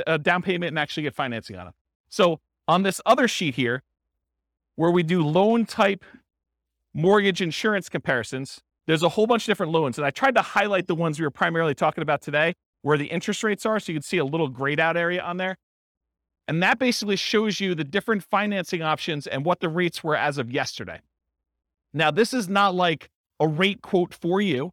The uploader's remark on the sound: This was a live class recorded